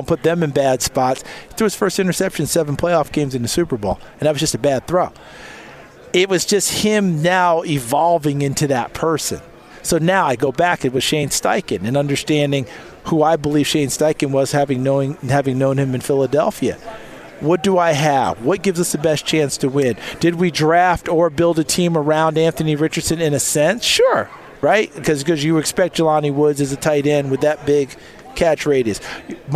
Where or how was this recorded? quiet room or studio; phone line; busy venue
busy venue